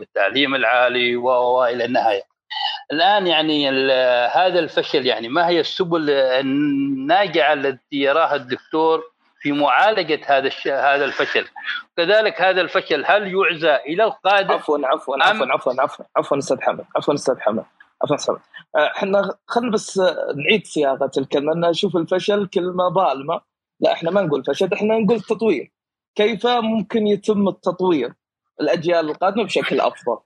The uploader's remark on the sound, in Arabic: تسجيل لمساحة ابن رشد الأسبوعية على منصة تويتر.